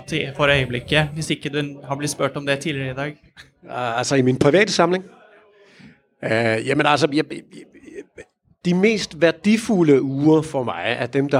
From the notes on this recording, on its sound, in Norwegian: Spilt inn live foran publikum på Oslo Swap Meet. Besvarer noe av publikums spørsmål.